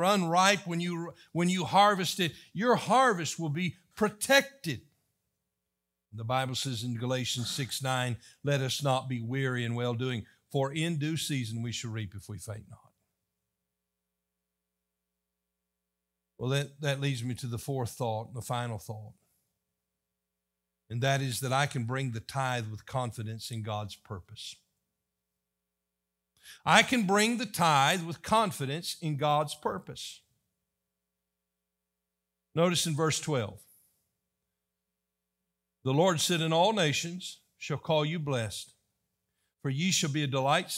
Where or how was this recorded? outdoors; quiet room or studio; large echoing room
large echoing room